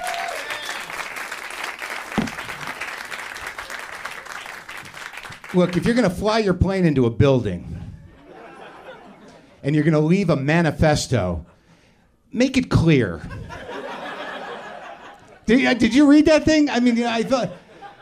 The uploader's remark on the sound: Live from UCB Los Angeles, it's Ladies Night. The WTF live stage.